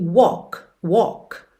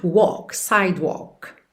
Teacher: Como se fosse um O, walk. Um O meio britânico